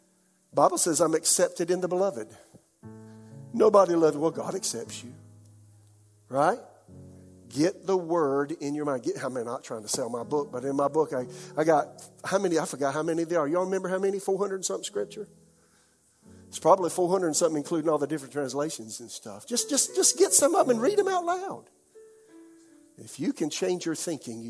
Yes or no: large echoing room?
yes